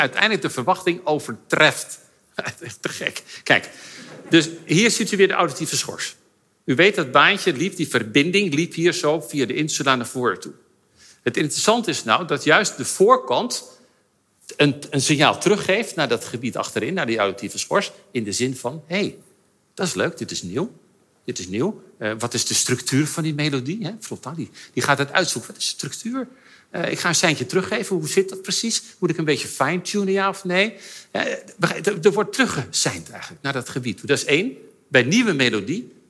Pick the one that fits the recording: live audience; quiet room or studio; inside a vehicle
live audience